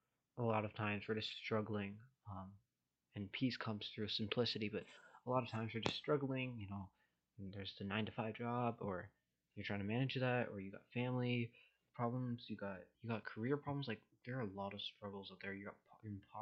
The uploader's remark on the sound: Sorry for the mic quality, better one on the way.